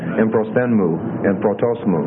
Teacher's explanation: when I'm pronouncing it, the mu is almost like it's stuck on. Emprosthen mu, emprotos mu. · Term: enclitics